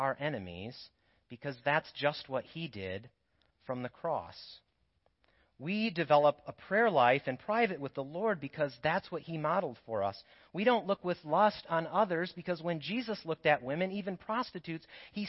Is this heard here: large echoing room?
yes